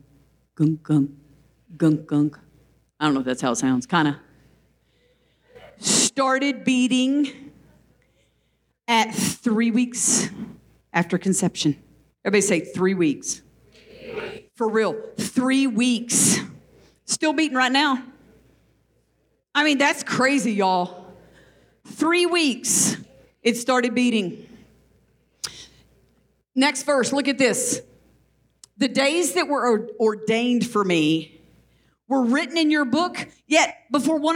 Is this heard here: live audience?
yes